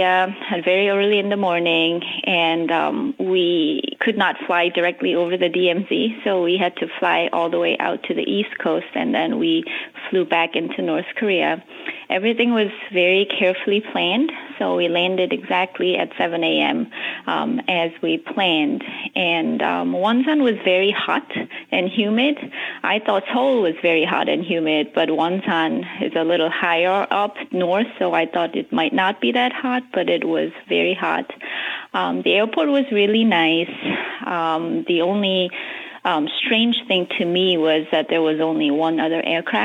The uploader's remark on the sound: By phone from Pearl Harbor, Hawaii.